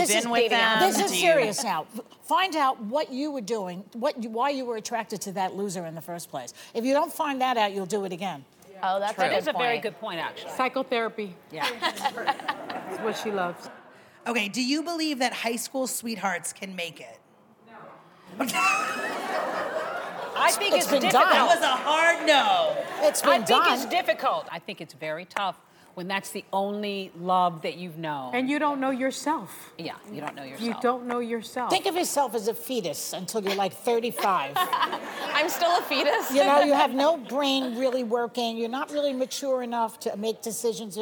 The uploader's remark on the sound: The Co-Hosts Answer Studio Audience Questions!